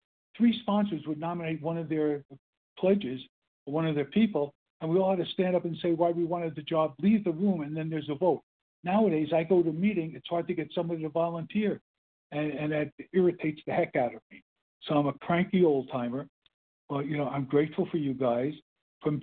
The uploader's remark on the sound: 100 Pounders Phone Meeting